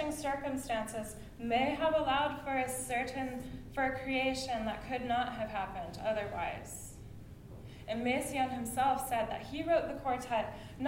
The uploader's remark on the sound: Lecture-recital at University of Calgary Graduate Music Symposium 2015